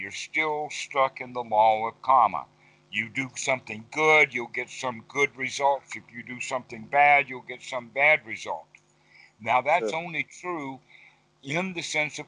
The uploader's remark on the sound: skype calls on this channel